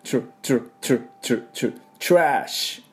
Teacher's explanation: このチュッティッと音を出してすぐ R に持っていく、ちょっとズルッと音が入ります。 TR の時はね、チュッチュッチュッチュッチュッチュットラッシュ、こういうふうに音を出してください。